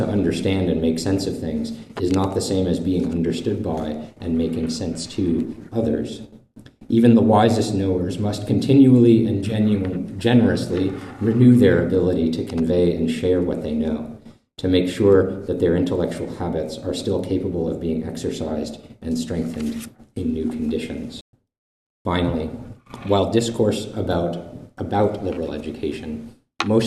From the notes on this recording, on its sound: This lecture was given on April 27th, 2023, at Saint Louis University.